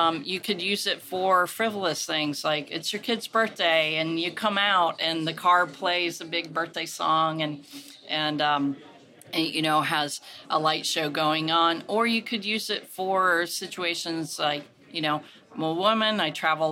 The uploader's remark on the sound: an interview from the Future of the Car 2023 conference